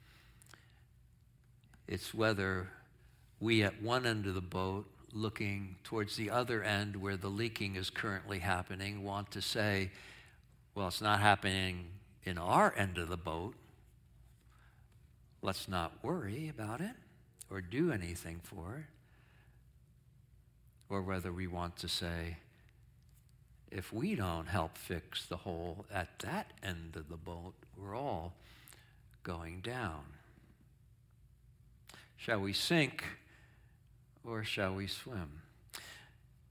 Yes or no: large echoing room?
yes